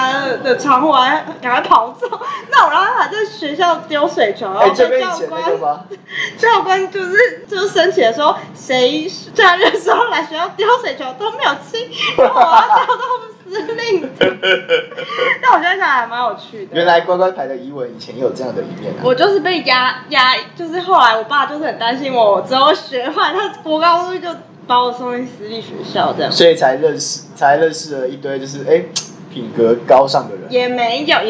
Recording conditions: background noise